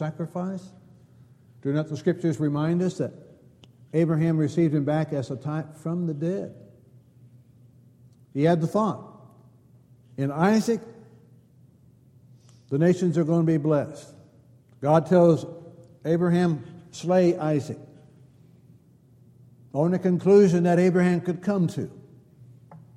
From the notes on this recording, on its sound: Downtown Church Of Christ Audio Sermon